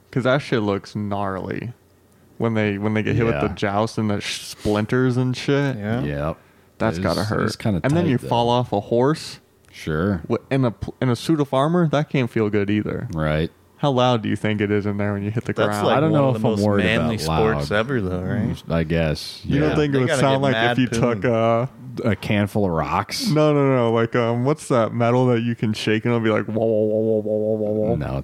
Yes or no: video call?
no